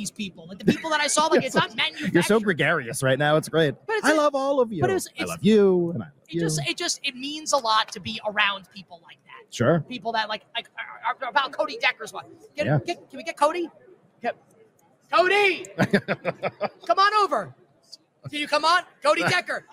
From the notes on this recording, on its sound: LIVE from Radio Row in Las Vegas.